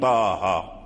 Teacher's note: ورش له في كلمة واحدة إمالة كبرى، وهي الهاء من طاها، لا من طاها، فقال فمحضها روى، أي روى الأزرق عن ورش في هاء طاء الإمالة المحضة، يعني الإمالة المحضة أي الإمالة الخالصة، وهي الإمالة الكبرى.